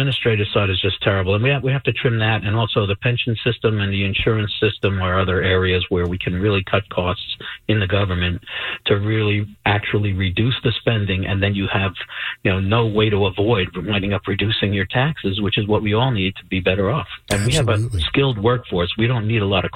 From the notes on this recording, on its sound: called into the show